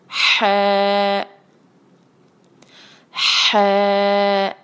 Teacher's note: ح جیسے کہ آپ کو پتہ ہے کہ کہاں سے نکالنا ہے حلق کے درمیان میں سے وہاں سے آپ زور لگائیں گے درمیان میں سے نکالنے کا